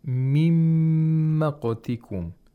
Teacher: The nun sakina is not pronounced. It merges into the next letter, and the next letter is pronounced with tashdeed. Well, tashdeed and also ghunna for two vowel counts. · Term: idgham of nun sakina